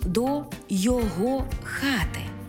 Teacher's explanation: Коли прийменник поєднується не із займенником, а з іншою частиною мови, від якої цей займенник залежить, то наголос не змінюється. Тобто займенник зберігає свій наголос на другому складі, навіть якщо й прийменник присутній